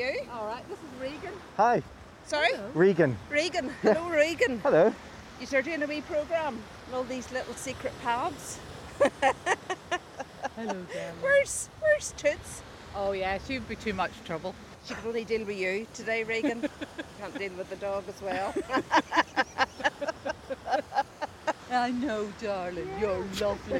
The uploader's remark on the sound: I visit an old burial ground at Aughadown, by the Ilen river outside Skibbereen in West Cork